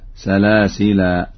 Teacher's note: وإذا ما وقف على لفظ سلاسل وقف عليه بالألف